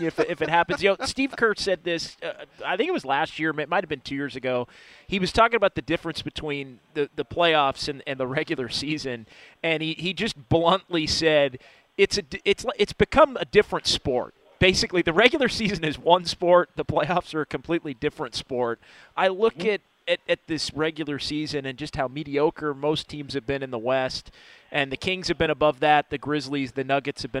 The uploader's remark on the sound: live at Freidmans